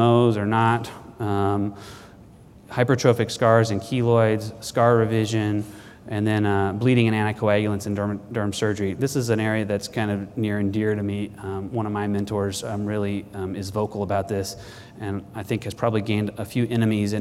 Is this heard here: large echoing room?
yes